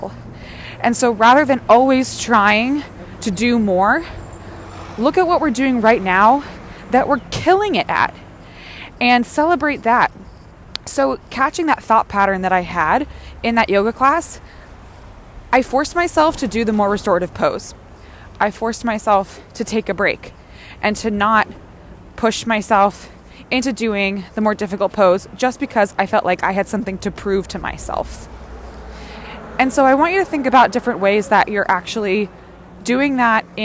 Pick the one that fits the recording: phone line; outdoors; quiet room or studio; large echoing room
outdoors